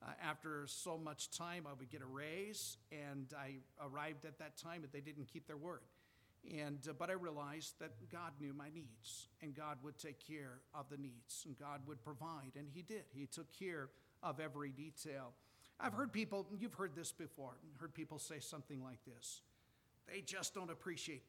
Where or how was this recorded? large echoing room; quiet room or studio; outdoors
large echoing room